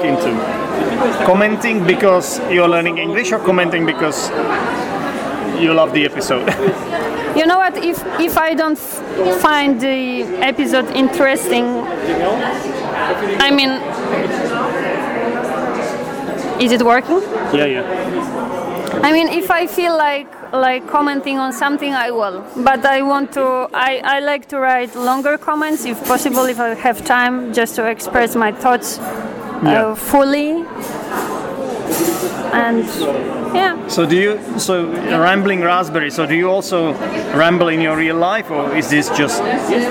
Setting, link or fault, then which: setting, busy venue